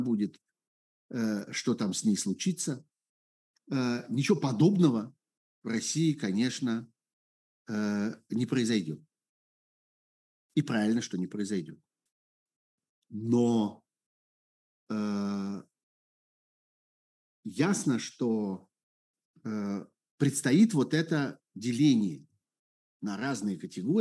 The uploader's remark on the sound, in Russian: Zoom-разговор со зрителями в прямом эфире